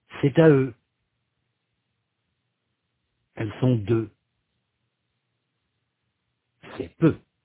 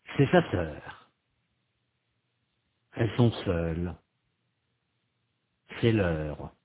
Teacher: Le son E dans c'est à eux est différent du son E dans c'est sa sœur. Le son E, c'est à eux, est fermé. Le son E, c'est sa sœur, est ouvert.